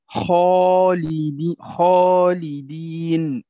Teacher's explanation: الألف المادية فخمت بسبب الخاء